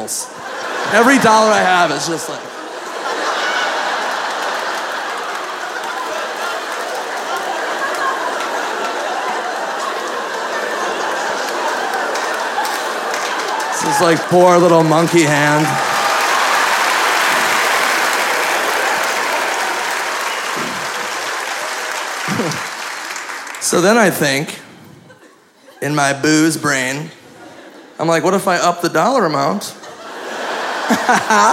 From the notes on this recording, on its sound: Live recording from the 2013 Midwest Gaming Classic, as we’re joined by many of the folks that made the trip to Brookfield, WI.